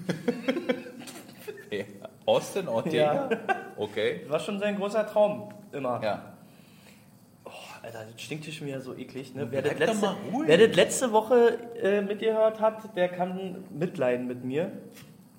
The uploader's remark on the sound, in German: Der Livepodcast